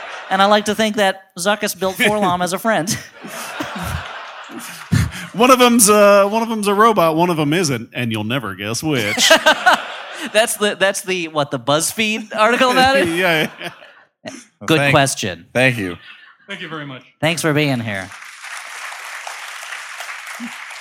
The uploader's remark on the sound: We dig out a live show from the vaults. Specifically, our San Francisco show.